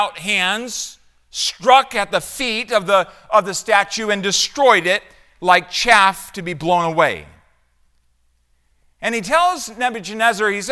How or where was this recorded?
large echoing room